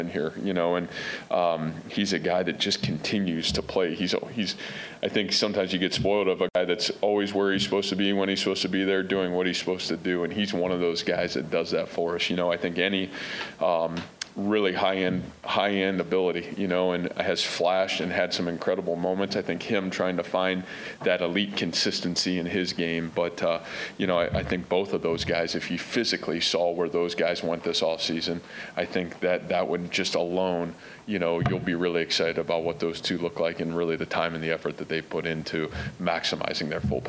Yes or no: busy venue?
yes